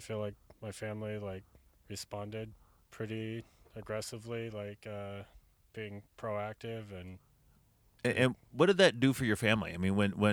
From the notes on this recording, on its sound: For this podcast I parked my van outside the Brickhouse Tavern in Vancouver Washington and talked to some TRK members during BrewFest.